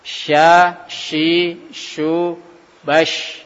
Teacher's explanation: Memang dia huruf shin ini memang ada aliran nafas yang kuat ya, karena dia mempunyai sifat yang lain seperti tafasi ya, mempunyai dorongan nafas yang kuat ya, mengeluarkan nafas.